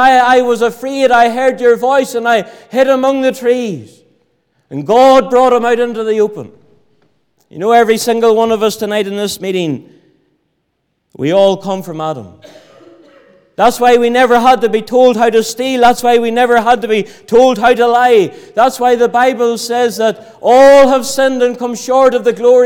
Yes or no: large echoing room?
yes